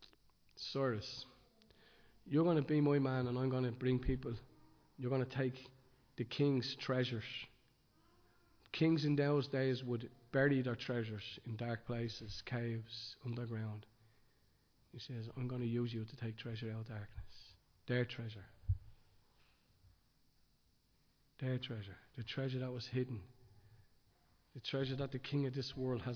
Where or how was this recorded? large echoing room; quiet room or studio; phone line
large echoing room